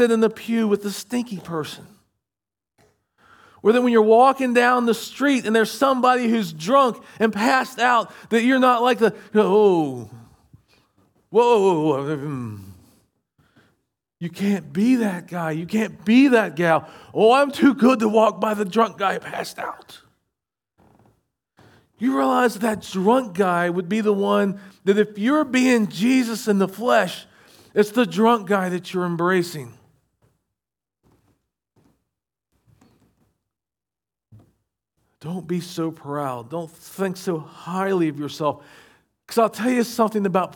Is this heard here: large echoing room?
yes